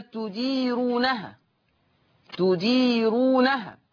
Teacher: هذه الراء مرققة، تديرونها، لأن الراء مضمومة ومسبوقة بياء مادية